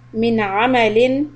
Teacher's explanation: this noon followed by letter Ayn is from the halaq. So we do izhar.